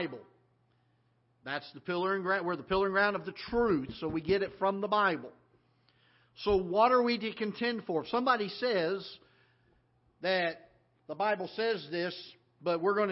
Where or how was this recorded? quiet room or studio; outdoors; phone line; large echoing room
large echoing room